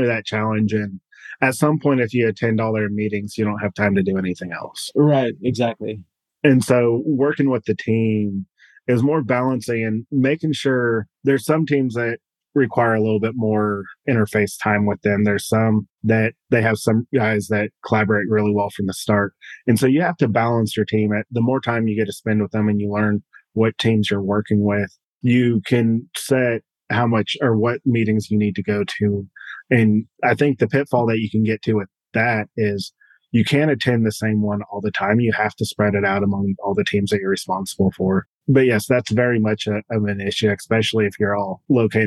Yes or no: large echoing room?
no